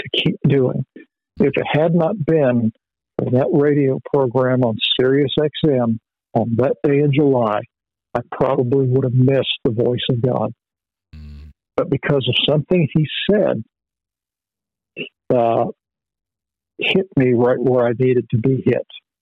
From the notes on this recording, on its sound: Phone Interview